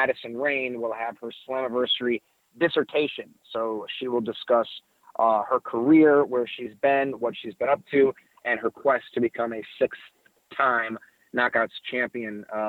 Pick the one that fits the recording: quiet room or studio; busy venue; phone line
phone line